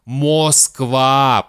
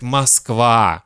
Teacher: Поэтому мы не хотим безударную «о» произносить как «о». Мы произносим короткое «а». · Shown in: second take